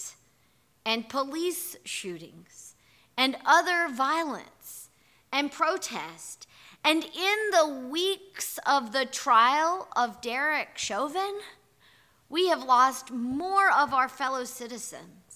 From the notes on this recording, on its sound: Here is our audio recording from this morning&#8217;s worship service. Here is our audio recording from this morning’s worship service.